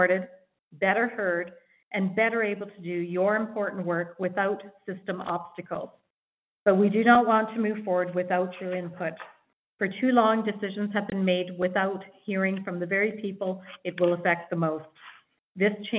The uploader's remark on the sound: Refocusing Health Care in Alberta Telephone Town Hall. Health care professionals participated in a telephone town hall to help shape a stronger health system.